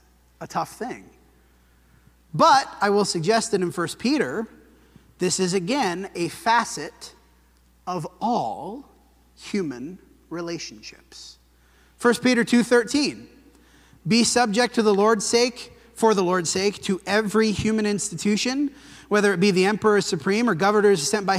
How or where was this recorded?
large echoing room